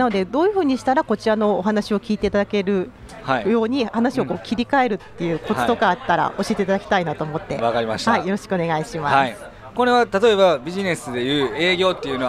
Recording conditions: busy venue